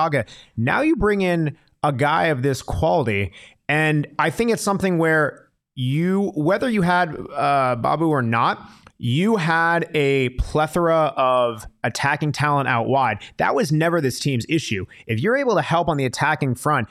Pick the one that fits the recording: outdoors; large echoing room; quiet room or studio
quiet room or studio